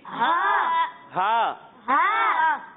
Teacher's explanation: جب ہم اس کی ادائیگی کریں گے تو اسے ہم ایک الف تک کھینچیں گے اور اسے ہم حلق کے نچلے حصے سے پڑھیں گے